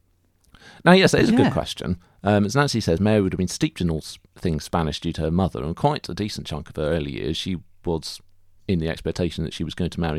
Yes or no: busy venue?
no